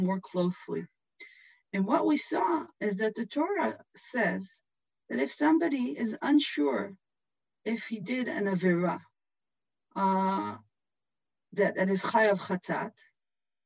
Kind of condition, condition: link, video call